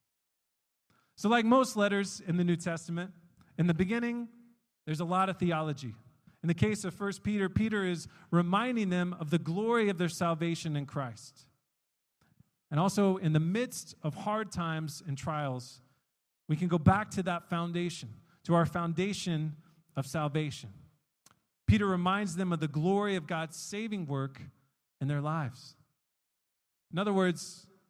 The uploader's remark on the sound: We are an international, English-speaking Christian church made up of people from all around the world. One of the sermons preached during our church service.